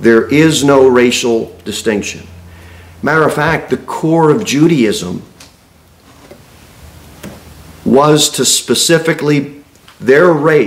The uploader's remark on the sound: Sermon delivered at Pilgrim Baptist Church on Sunday, October 22, 2023, at 11-15 am. Jere Whitson Rd. Cookeville, TN 38501. Pilgrim Baptist Church is a bible-believing, independent Baptist church.